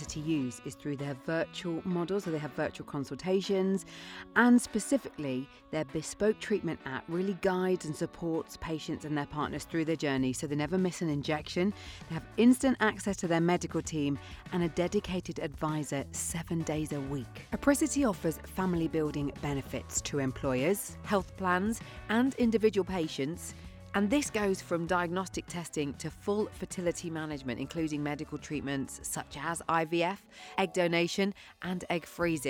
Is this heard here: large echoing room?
no